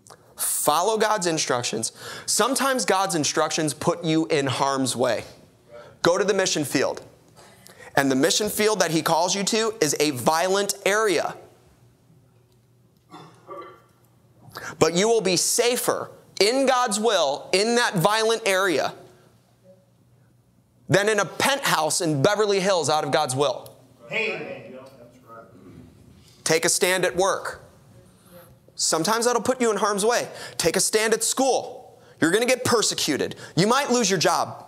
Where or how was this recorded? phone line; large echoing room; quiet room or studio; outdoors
large echoing room